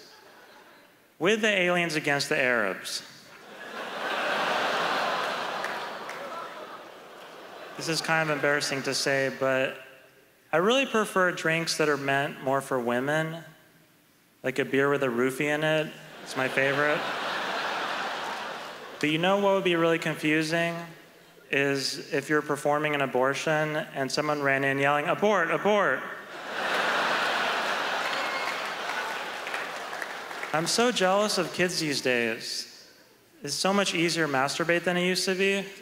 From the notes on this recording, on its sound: took place at the Just for Laughs Festival in Montreal, Quebec in 2011